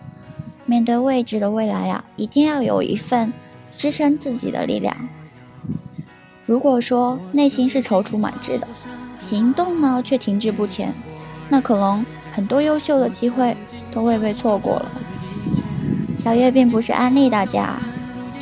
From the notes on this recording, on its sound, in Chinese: 学校录音的地方太难选择了。最后只能在天台录音，希望大家不要太在意天台的风声。